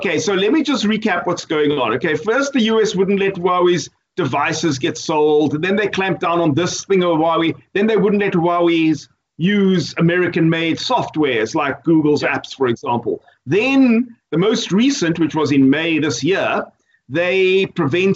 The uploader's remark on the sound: Recorded via Skype